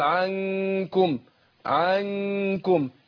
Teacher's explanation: احذر ان انا اشبع حركه الفتح فيبقى يعني ينتج عنها الف